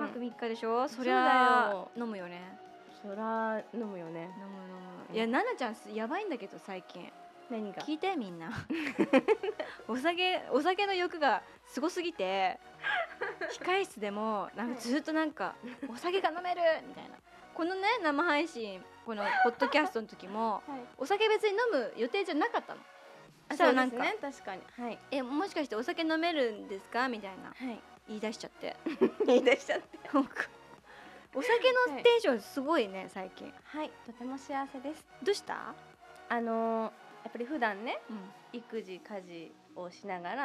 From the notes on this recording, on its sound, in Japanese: 今回はBD「みひなな食堂Vol.12」発売を記念しての公開収録。